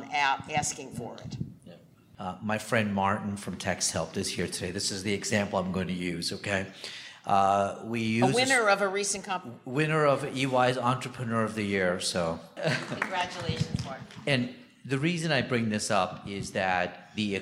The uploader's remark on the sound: our final WorkingNation panel from the SXSW EDU 2023 conference last month in Austin